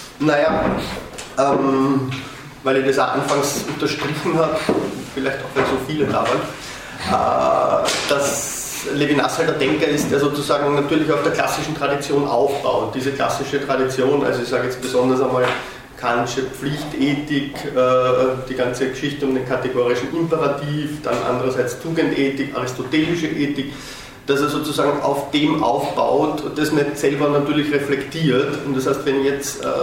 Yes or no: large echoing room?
yes